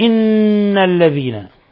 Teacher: إن حرف غنة مشدد يغن مقدار حركتين